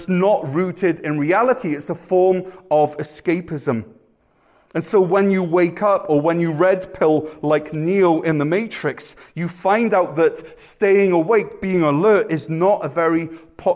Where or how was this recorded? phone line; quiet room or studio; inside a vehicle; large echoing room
large echoing room